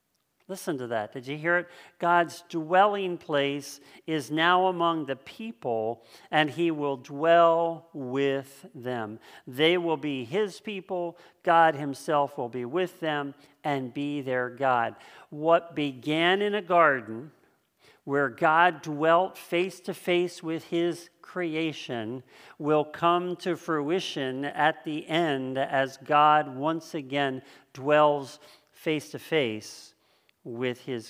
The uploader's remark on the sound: This sermon was originally preached on October 4th 2020 at Linglestown Life Church in Harrisburg PA.